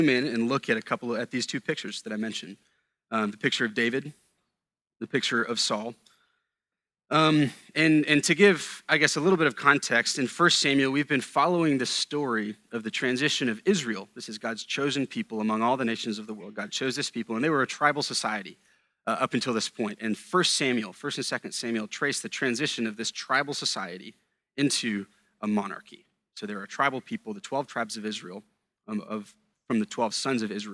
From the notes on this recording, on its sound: A sermon preached at Sojourn Galleria Church on Sunday, January 21, 2018.